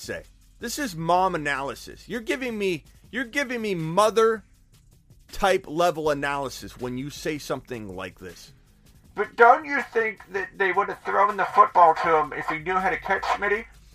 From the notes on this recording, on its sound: Friday Video Show. Answers fantasy football voicemails and phone calls.